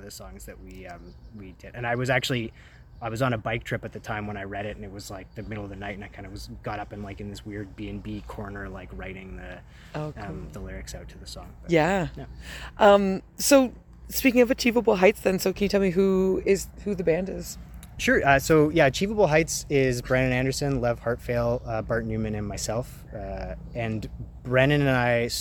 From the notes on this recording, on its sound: at their practice space in the alleyway, swatting away mosquitos and letting my recorder run out of card space